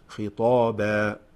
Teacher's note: الطاء والتاء مخرج واحد